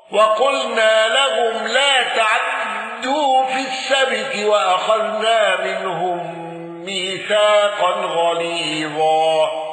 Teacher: قالون بسكون ميم الجمع وسكون العين والاختلاس في كلمة لا تعدو